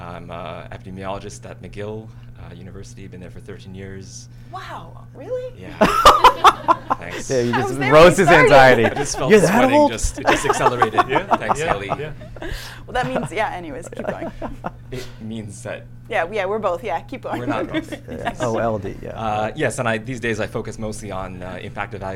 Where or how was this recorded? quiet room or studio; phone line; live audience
live audience